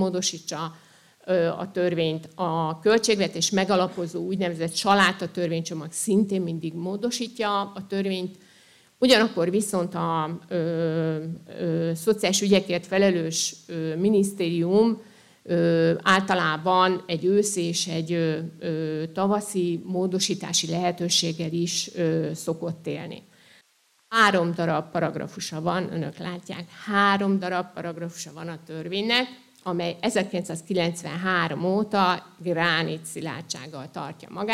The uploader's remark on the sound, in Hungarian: Előadása a SZOSZAK konferencián. Országos Szociális Szakmai Konferencia” első napján hangzott el, Zalakaroson.